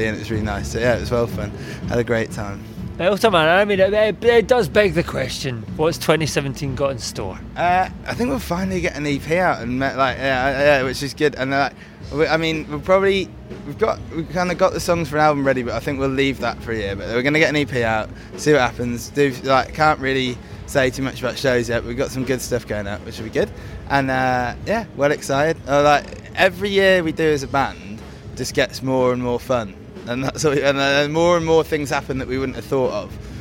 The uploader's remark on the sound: This episode comes to you recorded live from brand new South London venue Omeara, where DIY took over the place to launch our top picks for 2107.